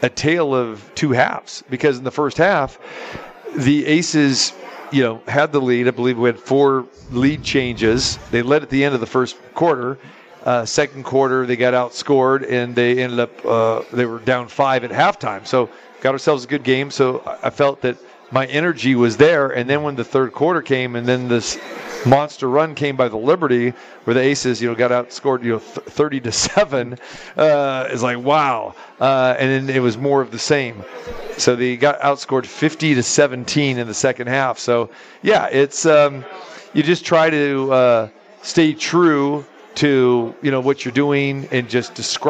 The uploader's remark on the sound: Live from the Super Book at the Westgate Las Vegas